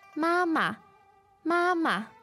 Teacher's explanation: the first ma syllable there is first tone. Yes. And then the second syllable is a neutral tone.